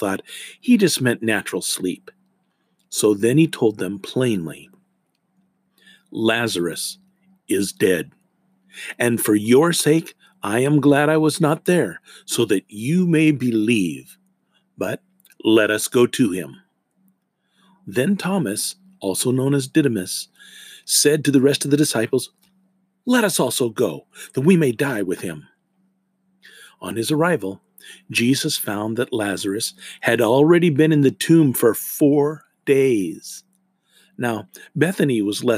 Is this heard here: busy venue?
no